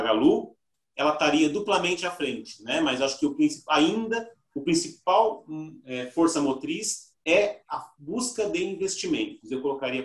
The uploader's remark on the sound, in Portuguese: Áudio Webinar.